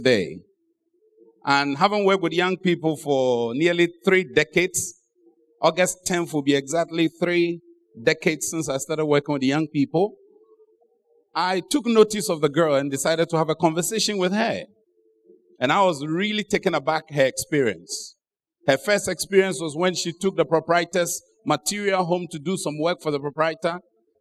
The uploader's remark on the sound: Sermon preached at Adabraka Campus